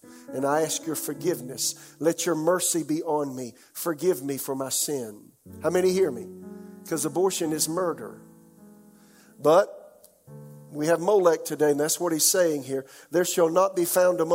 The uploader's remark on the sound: This message was delivered during the 11 AM service on October 24, 2021.